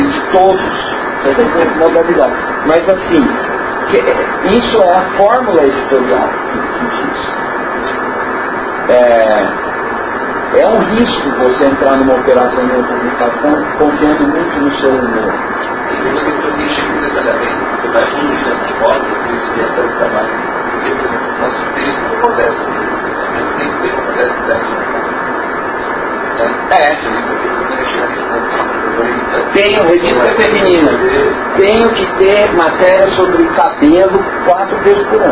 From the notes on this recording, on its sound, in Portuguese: a captação do nosso áudio ficou um tanto prejudicada (suponho que a culpa seja da ventoinha do projetor, mas também a qualidade do meu gravadorzinho)